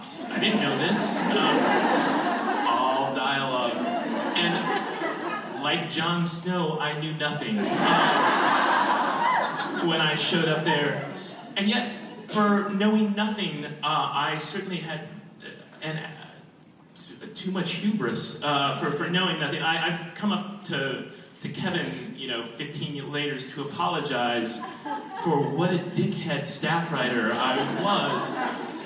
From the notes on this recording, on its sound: Recorded at ATX Television Fest in June 2015.